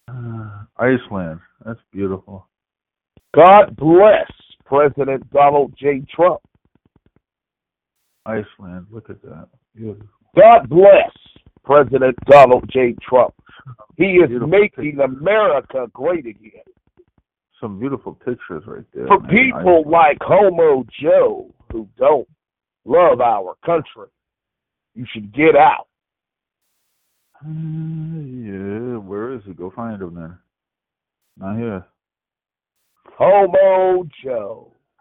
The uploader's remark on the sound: Conference Call